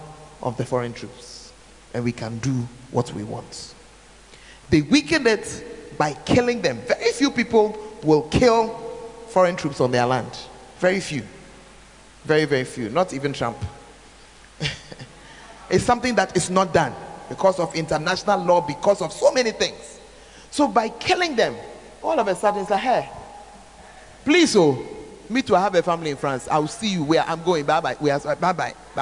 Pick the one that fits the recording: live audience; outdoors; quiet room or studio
live audience